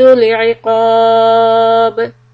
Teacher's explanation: we end with a قلقلة in the letter باء in the word العقاب